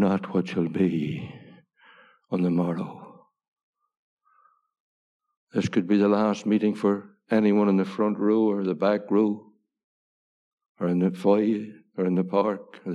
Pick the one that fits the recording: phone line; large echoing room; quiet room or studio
large echoing room